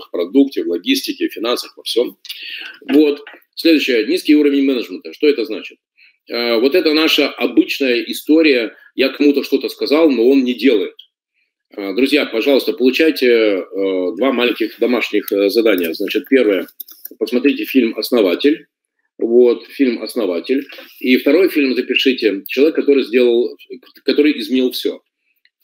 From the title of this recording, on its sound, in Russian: Запись вебинара